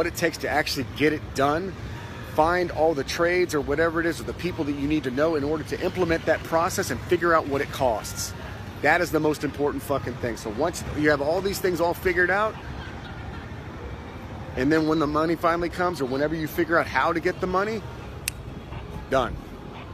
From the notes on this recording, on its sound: Live from Pattaya Beach, Thailand